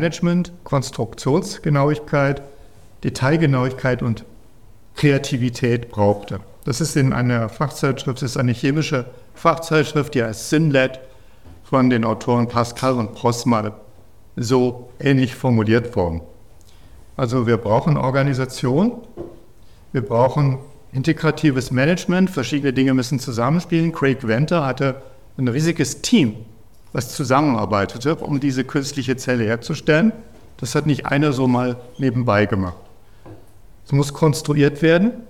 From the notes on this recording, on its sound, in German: Dieser Vortrag wurde bei der Langen Nacht der Wissenschaften in Halle gehalten.